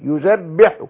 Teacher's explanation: زود بقى تانية وجاب التشديد، يذبح. الحرف المشدد حرفان، ساكن فمتحرك، يعني الباء هنا ليست باء واحدة ولكن باء ساكنة يليها باء متحركة. يذبح أبناءهم.